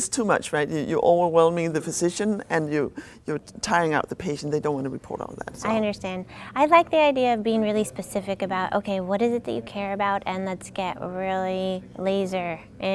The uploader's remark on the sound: recorded at HIMSS22